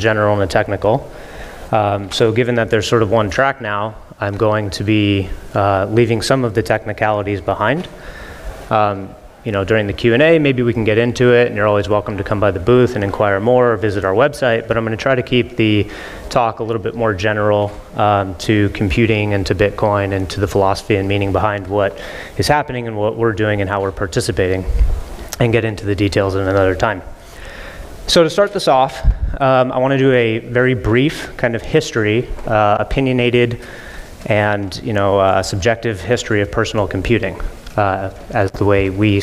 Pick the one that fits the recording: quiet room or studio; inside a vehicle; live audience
live audience